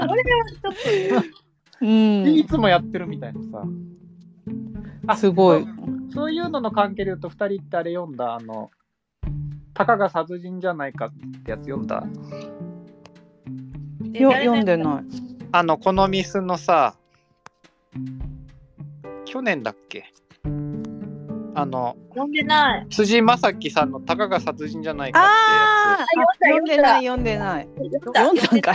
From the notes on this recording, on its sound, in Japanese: ツイッターのスペースによって、5月14日に収録されたものです。